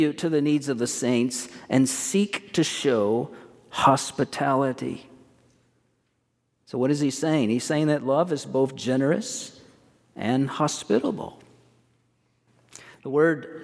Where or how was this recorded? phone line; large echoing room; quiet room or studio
large echoing room